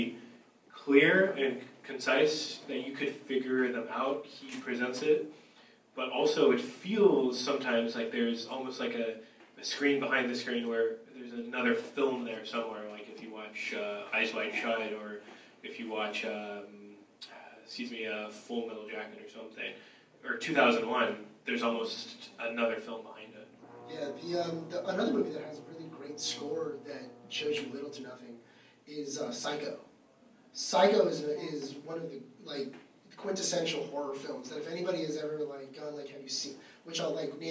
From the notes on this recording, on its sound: The Waffle Press Podcast held our first ever panel at LA Comic Con.